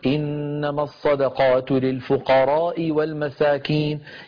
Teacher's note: ولم يمد الألف في كلمة الفقراء. ونحن نعلم من خلال قواعد علم التجويد أن هذه الألف فيها مد يسمى مدا متصلا، ولم يروى قصره أبدا، المد المتصل لم يروى قصره أبدا، لابد من مده.